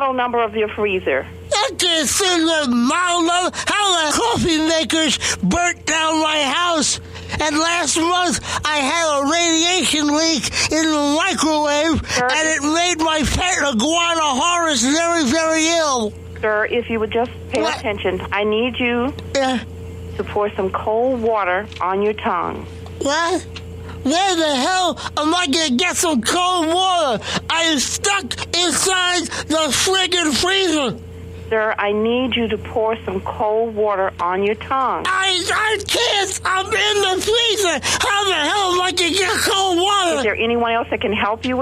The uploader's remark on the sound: …'s Personal Prank Phone Calls Collection.